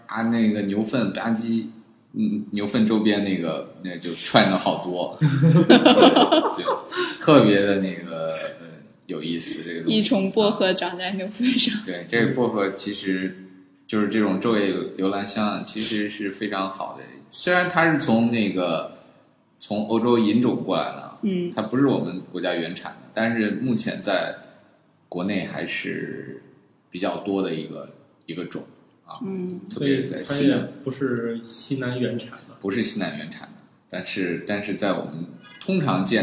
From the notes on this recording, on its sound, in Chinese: 本期节目为新设备第一次录制，回音感较强，还请原谅。